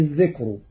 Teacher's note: أما كلمة الذكر ففيها الترقيق لأن الكاف الساكنة ليست حاجزا مانعا من الترقيق